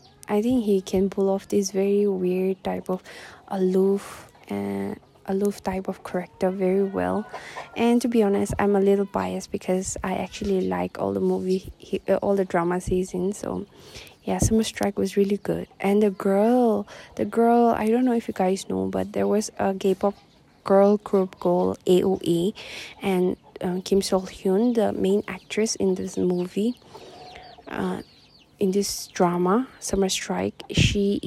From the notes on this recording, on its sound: forgive the windy episode